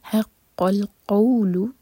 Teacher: جب ہم حق پڑھیں تو ح کو لائٹ رکھیں گے اور قاف ہیوی